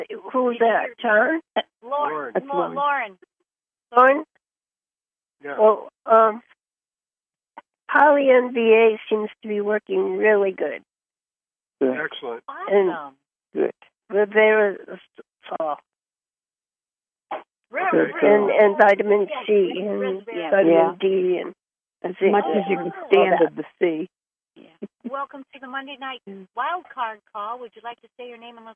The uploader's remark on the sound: Conference Call LIVE.